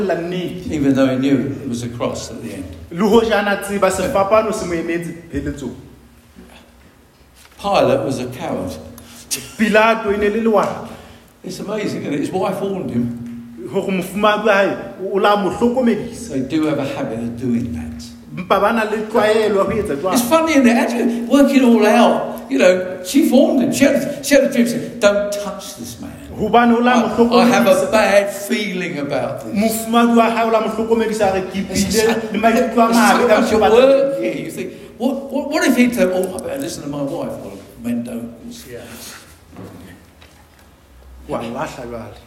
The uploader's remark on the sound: preached at Dihlabeng Church